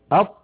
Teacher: أط، جربوا هكذا أط، تجدون بأن المخرج ينقفل انقفالا تاما. الطاء حرف مستعل، يعني عندما ننطقه ينضغط صوته إلى قبة الحنك، إلى سقف الحلق، فيتصعد الصوت ويصطدم بقبة الحنك بسقف الحلق، ويعود الصوت وله رنين مفخما. · Term: حرف شديد